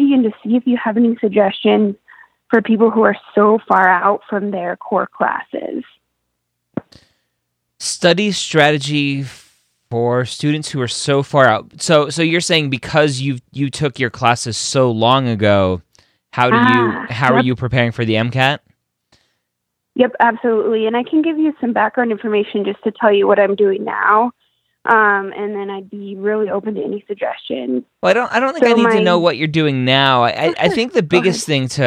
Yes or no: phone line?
yes